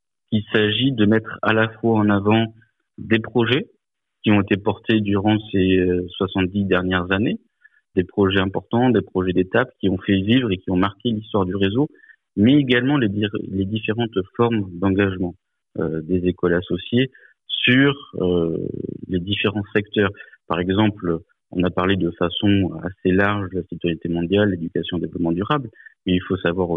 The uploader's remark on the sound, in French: Notre partenaire Eco Radio, du collège français Vincent Van Gogh de Blénod-lès-Pont-à-Mousson, qui fait partie du réseau, s’est entretenu récemment par téléphone.